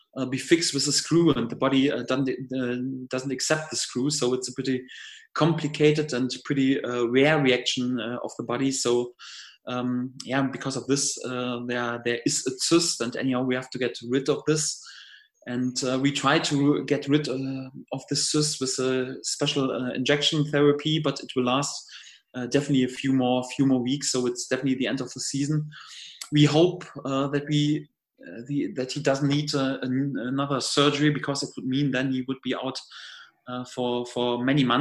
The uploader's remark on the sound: Video conference with the media.